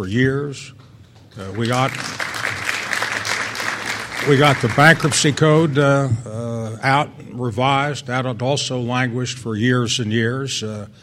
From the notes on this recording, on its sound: delivered an address at the 2006 Annual National Lawyers Convention